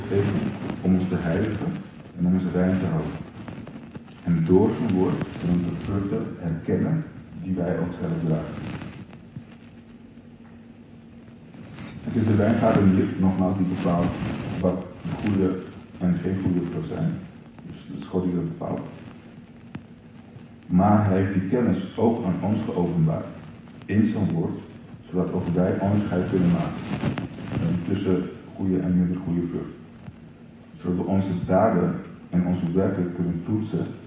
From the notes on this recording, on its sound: Slechte audio.